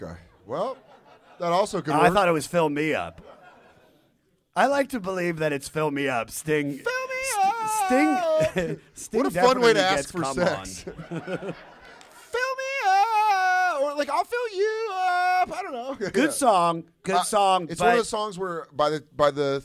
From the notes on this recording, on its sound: This episode was recorded live at Just For Laughs 42 in Toronto.